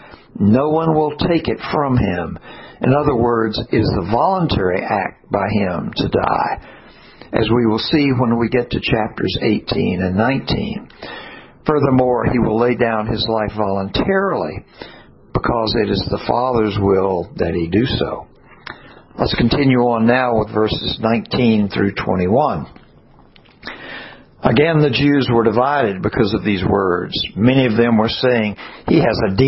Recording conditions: large echoing room